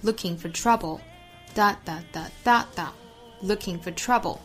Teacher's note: 注意节奏是 l 和 tr 两个音节重读，其他的都是弱读音节